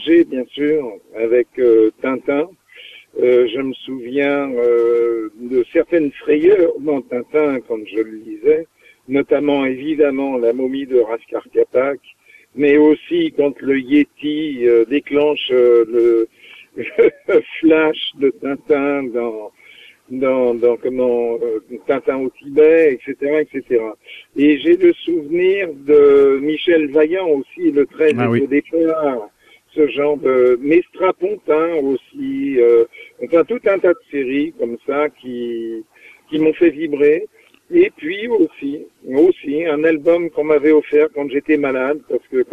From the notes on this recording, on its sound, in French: reçoit par téléphone